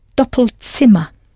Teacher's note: I hope you pronounced the Z as though it was a TS